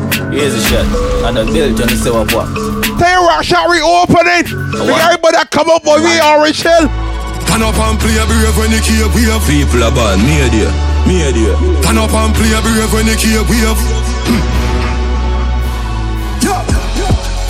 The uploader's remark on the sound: LIVE AUDIO FROM THE OFFICIAL REOPENING OF RAKSHAK BAR ORANGE HILL, ST.JAMES BARBADOS.